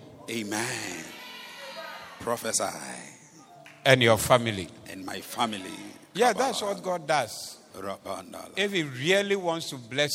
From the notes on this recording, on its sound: Preached at the Thanksgiving Service Convention Day 2